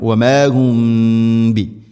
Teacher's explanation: സാക്കിന മീമിന് ശേഷം ബാ, ഇഖ്ഫ ഷഫവി. ഇവിടെ മീമിനെ അവ്യക്തമാക്കി മണിക്കണം.